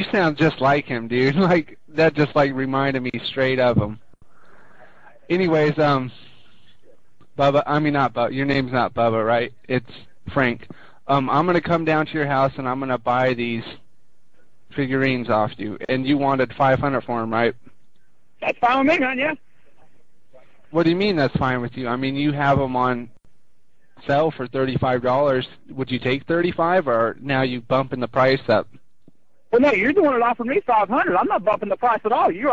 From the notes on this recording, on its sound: …'s Personal Prank Phone Calls Collection.